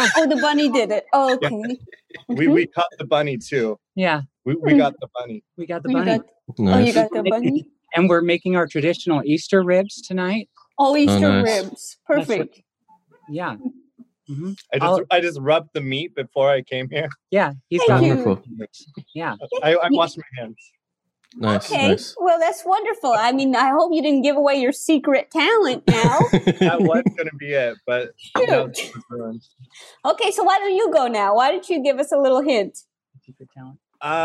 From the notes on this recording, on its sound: Play listener-created games with callers via Zoom!